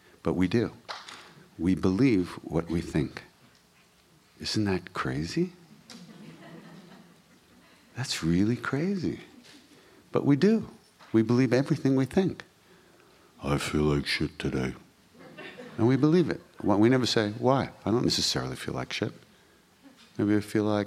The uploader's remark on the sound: during the Heart of Devotion workshop at Princeton University